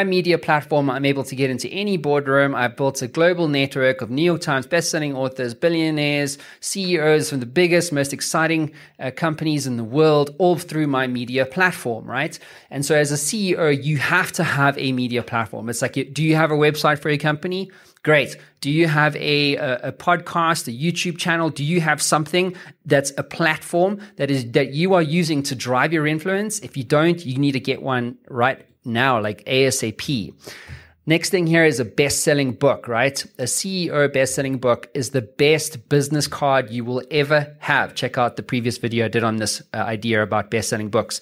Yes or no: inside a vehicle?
no